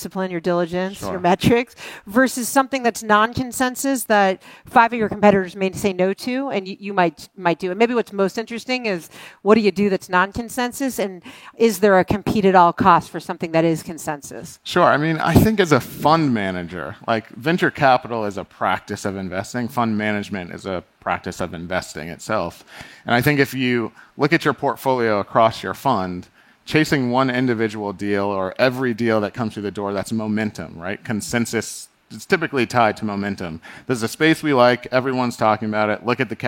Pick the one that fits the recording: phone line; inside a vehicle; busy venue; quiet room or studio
busy venue